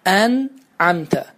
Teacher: Düzgün oxunuş isə birinci hərfimizi əlif, yəni sadə ə səsi ilə, ortadakı olan ayn səsini isə bir az boğazın ortasını sıxmaqla tələffüz etməyimizdir.